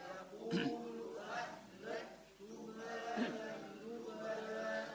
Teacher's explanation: الهاء من أي حروف؟ همس، لأنه ساكنة بيطلع نفس، والكاف الساكنة كمان همس.